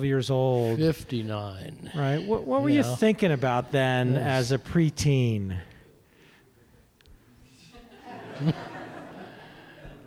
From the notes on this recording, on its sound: This podcast was recorded in front of a packed house at Coventure, a co-working space in downtown Carbondale Colorado.